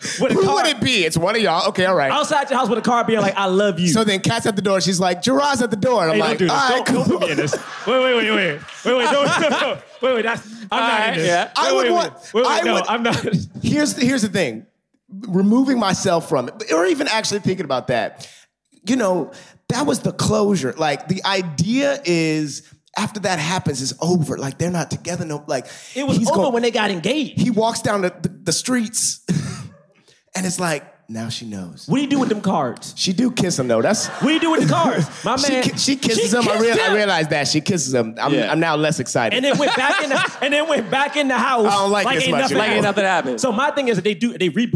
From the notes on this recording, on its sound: LIVE from London Podcast Festival